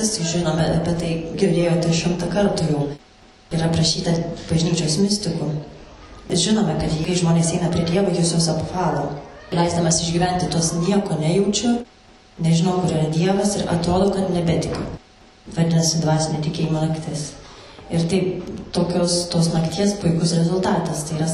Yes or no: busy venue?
yes